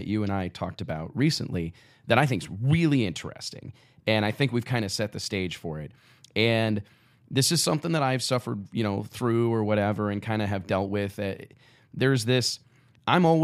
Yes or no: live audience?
no